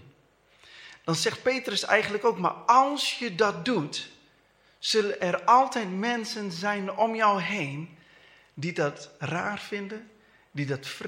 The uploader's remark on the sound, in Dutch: Deze preek is opgenomen tijdens de eredienst van Christengemeente Dinxperlo te Dinxperlo.